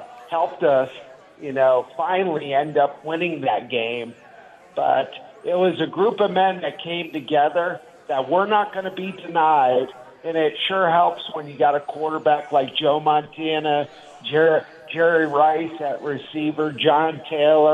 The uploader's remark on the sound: LIVE FROM CAESAR'S PALACE